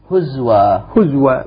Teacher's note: لاحظ وحمزة وقفه بواو. حمزة في حالة الوقف لا يهمز هزوى هزوى بالإسكان مع واو